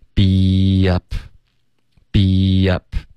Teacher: Be 跟 up 之间会添加一个很轻的一个 y 的音